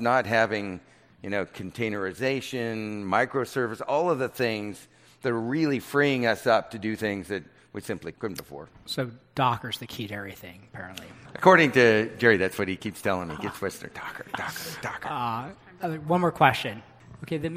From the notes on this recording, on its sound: fireside chat from Greyscale, an event hosted by Greylock Partners